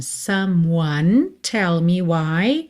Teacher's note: lembre de ignorar o E, tá? Do M você já vai para o one.